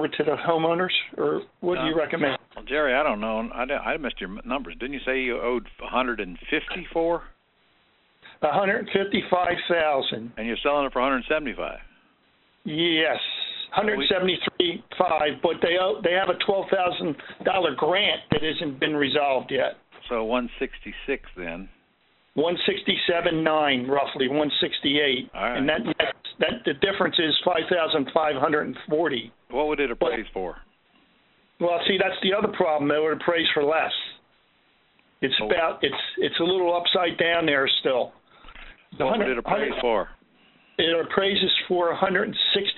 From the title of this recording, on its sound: Q&A Call